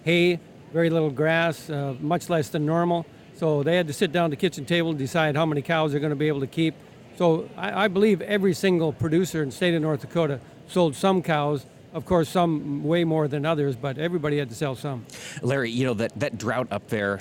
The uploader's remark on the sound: AOA was on location today at the NCBA convention in Houston, broadcasting from the Christian Hansen booth.